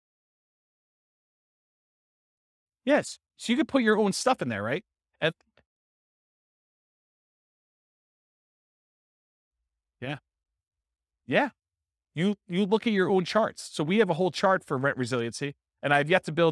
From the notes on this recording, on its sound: This was a live class recorded